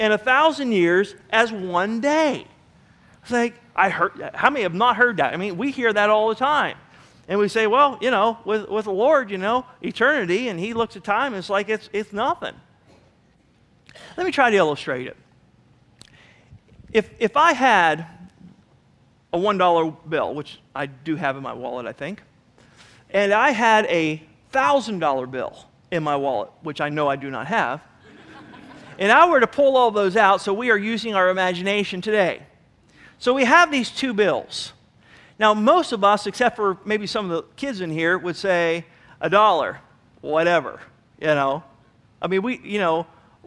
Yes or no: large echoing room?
yes